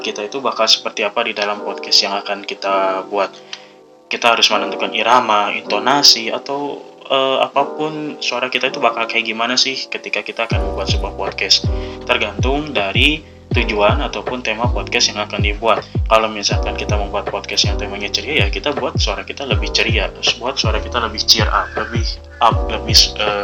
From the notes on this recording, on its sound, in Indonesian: Saya mohon maaf untuk kualitas audio yang buruk